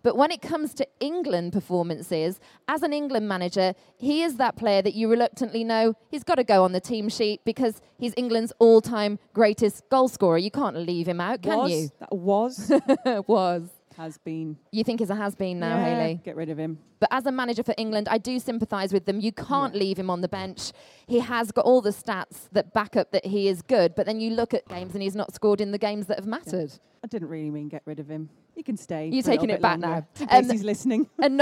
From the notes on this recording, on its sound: It's another Offside Rule first as we recorded the podcast LIVE from Soccerex!